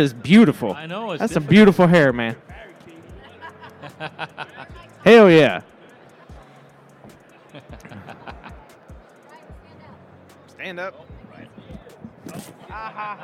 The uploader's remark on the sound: Live in front of a packed audience at the 2024 AHR Expo in Chicago.